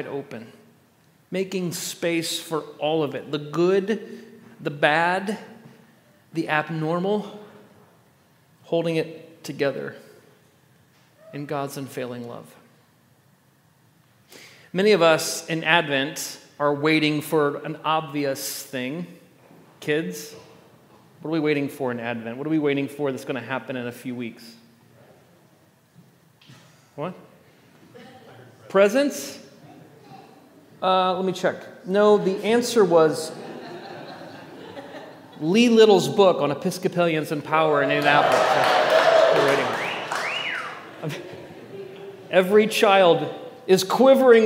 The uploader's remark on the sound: At The Table worship gathering on Sunday, December 3rd, 2023. First Sunday of Advent.